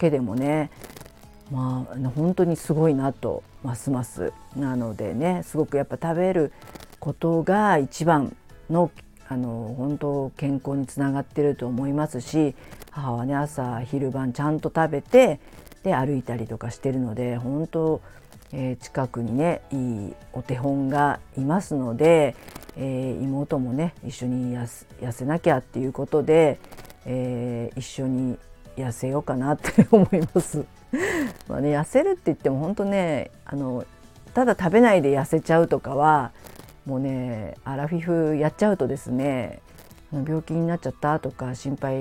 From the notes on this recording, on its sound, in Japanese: マイクの雑音が入ってしまいました。すみません。Stand.fm。